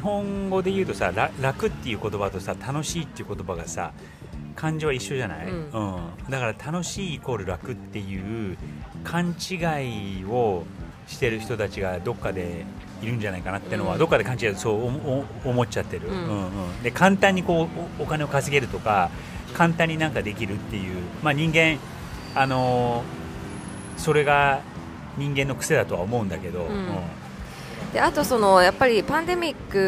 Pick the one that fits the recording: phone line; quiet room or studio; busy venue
busy venue